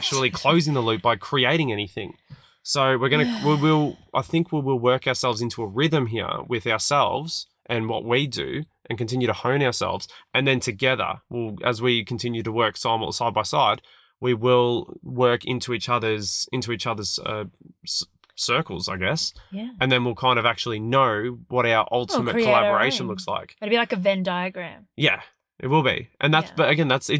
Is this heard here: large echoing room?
no